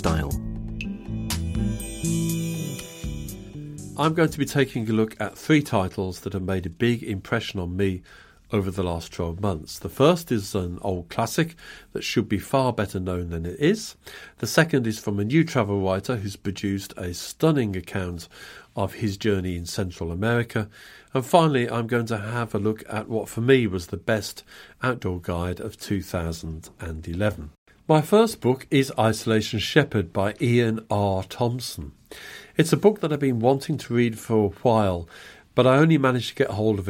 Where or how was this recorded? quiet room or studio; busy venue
quiet room or studio